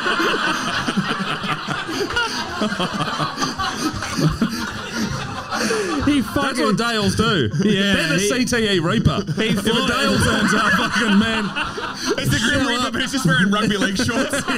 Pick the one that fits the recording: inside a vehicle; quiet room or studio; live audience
live audience